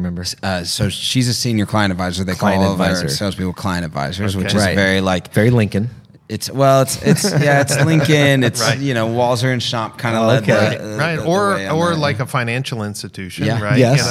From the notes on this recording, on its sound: During the 2022 Modern Retailing Conference.